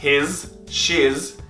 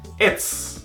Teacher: Som de Z nos dois no his, she's e it's, som de S.